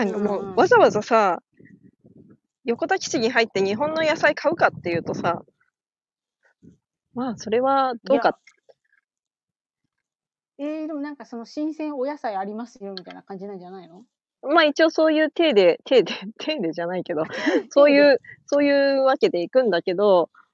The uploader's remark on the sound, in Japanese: 農作業しながらライブ。音声の品質はまだまだ模索中。